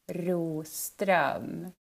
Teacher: the R is the hard part at the beginning. It's kind of rolled R, right?